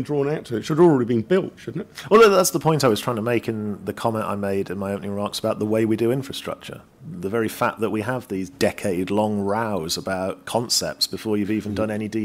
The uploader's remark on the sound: This is an audio version of the panel held by the Institute of Economic Affairs at Conservative Party Conference in 2023 on the future of rail.